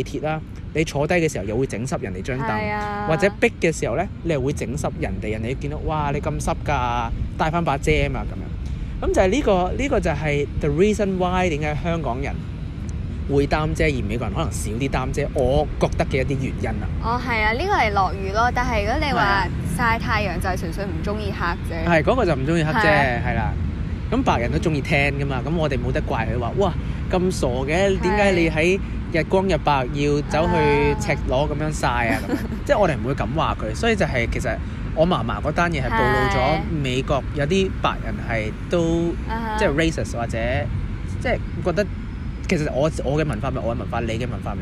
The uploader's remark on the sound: 喺某公園草地上討論香港嘅優點. Apologies for the background noise again maybe someday we will record in a cosy quiet place.